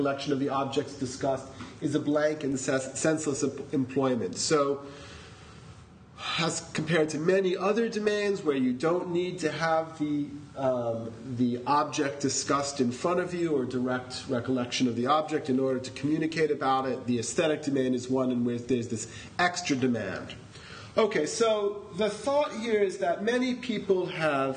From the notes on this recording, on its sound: This is a recording of the workshop. Senate House, Chancellors Hall.